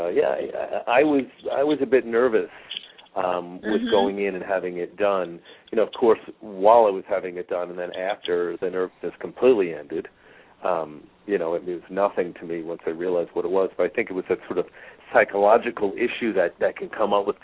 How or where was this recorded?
phone line